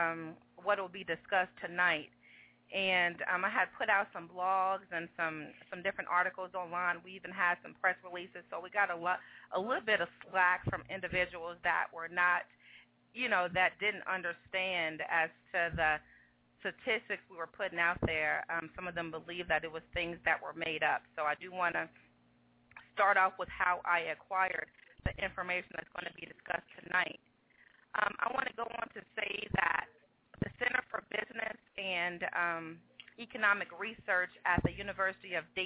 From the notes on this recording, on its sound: Opens up the phone lines to speak with the African American community.